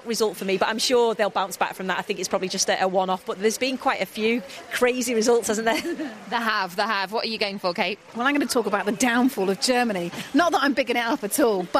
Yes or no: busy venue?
yes